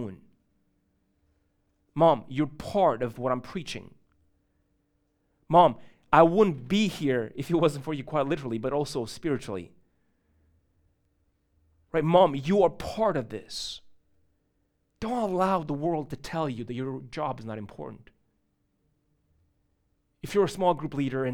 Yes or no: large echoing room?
yes